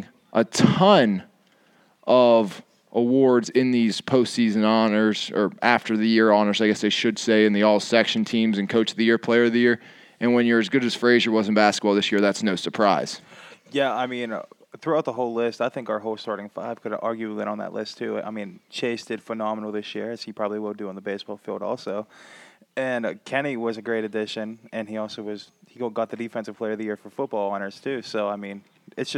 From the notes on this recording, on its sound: The Guys take the Podcast outside